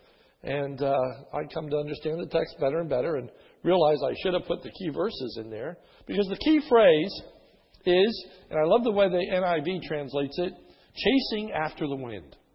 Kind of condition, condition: setting, large echoing room